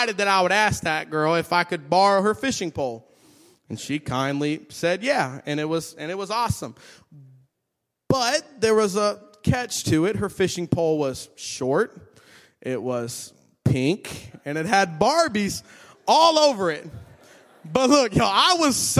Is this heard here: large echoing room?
yes